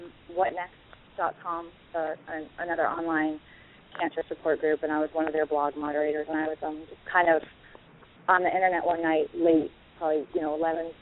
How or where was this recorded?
phone line